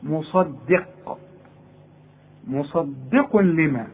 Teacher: علشان اصلها بين الصاد وبين القاف وهتطلع معاك ضال، انا عايزك تطلعها لي دال